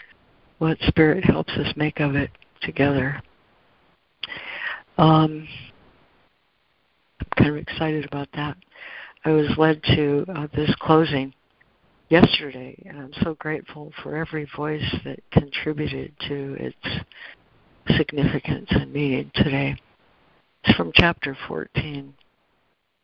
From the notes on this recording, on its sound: ACIM Daily Conference Call